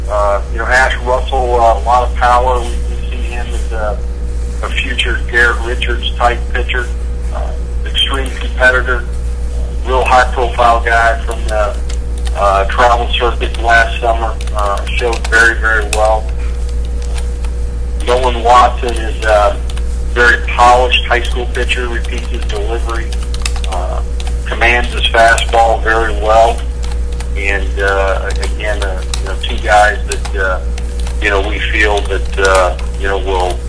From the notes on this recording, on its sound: Audio is poor due to multiple people on the call and speakerphone recording.